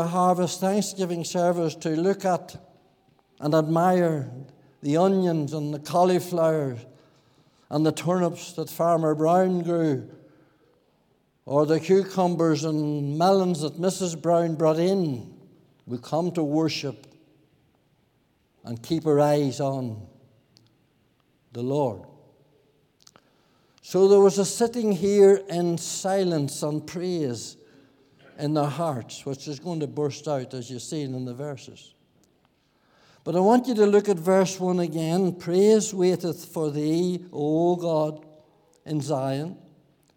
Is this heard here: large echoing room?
yes